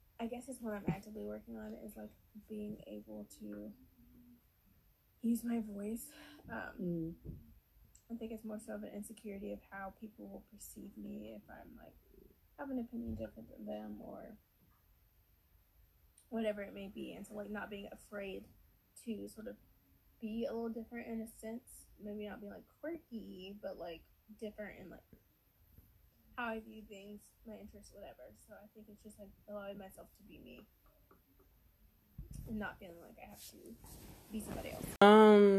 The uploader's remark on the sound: Excuse the recording!